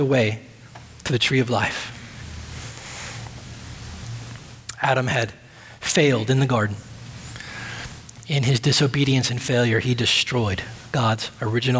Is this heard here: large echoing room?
yes